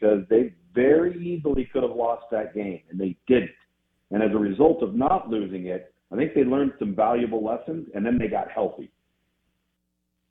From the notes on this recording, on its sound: In the second hour of the show live in the BankPlus Studio. Joins the show on the Farm Bureau guest line.